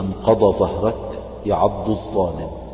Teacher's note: إذا التقت الضاد مع الظاء فالبيان لازم · Term: الإظهار